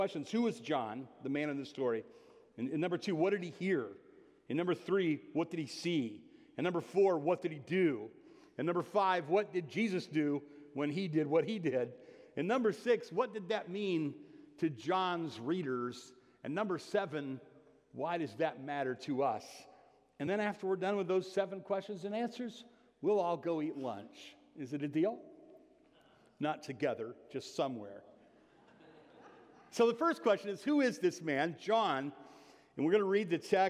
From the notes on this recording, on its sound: (Sermon) Audio. Bethel Church–Jackson.